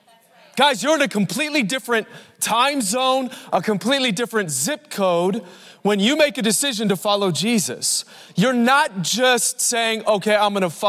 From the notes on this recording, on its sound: Recorded Live at Capital Church in Meridian, Idaho